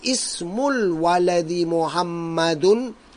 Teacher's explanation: But you'll find at the beginning of the sentence, I pronounced the hamza.